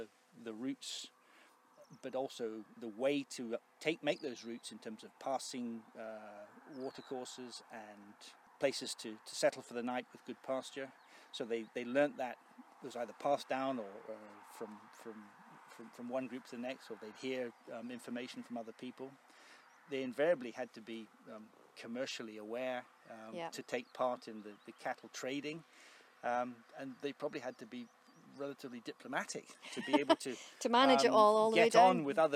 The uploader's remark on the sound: As part of Strathearn Festival of the Arts. As they walk the Drove Roads of Strathearn.